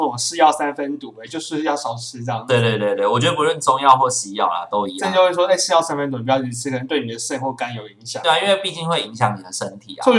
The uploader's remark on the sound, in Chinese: 抱歉這一集因為錄音設備設定問題，導致聲音不盡理想